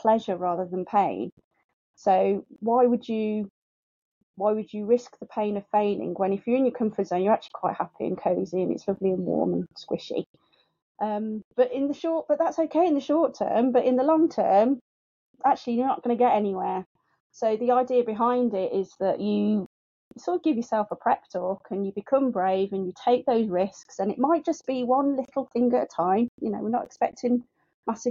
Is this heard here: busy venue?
no